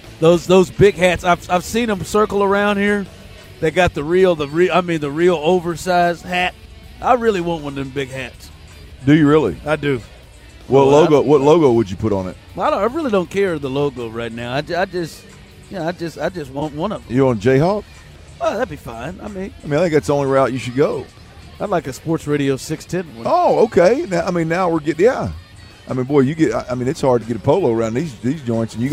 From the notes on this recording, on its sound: THE DRIVE was broadcasting LIVE from the College Football Playoff fan fest